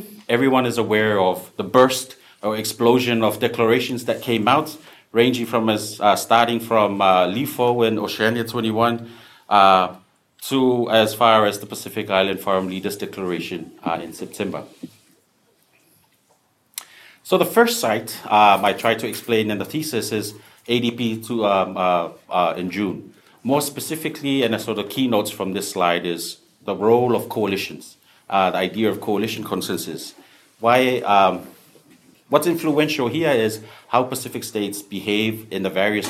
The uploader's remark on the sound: This panel at the 2018 Pacific Update (held in Suva on 5 and 6 July)